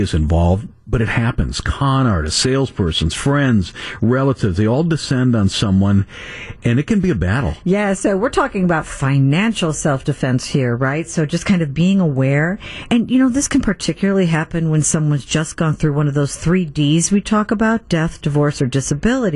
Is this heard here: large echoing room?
no